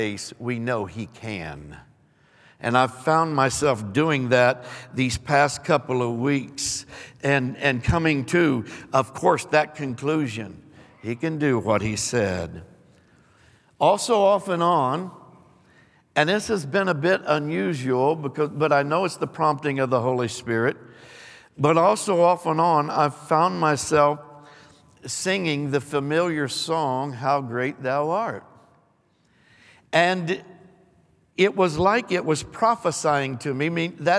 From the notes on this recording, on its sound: Recorded live on 1/15/23.